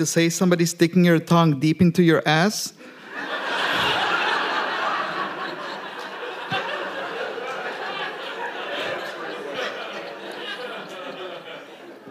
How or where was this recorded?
live audience